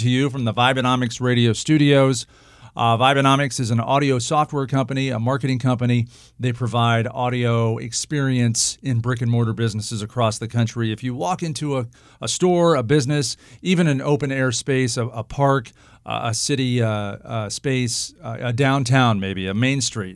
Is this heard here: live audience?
no